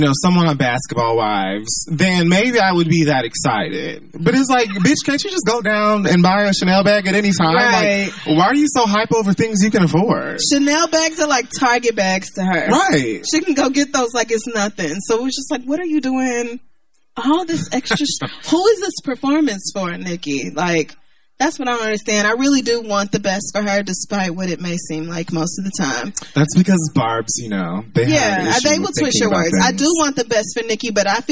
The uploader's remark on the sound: We go live in New Orleans for Essence Fest 2018.